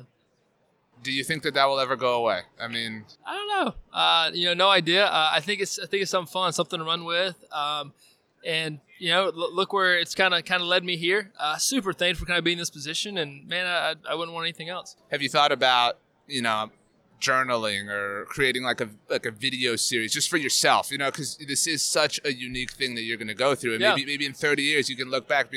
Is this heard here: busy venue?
yes